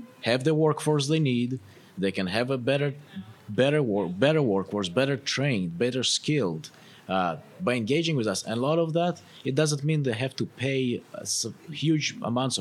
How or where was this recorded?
busy venue